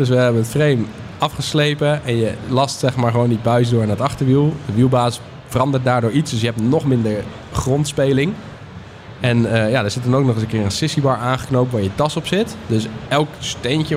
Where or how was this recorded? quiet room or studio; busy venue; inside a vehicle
busy venue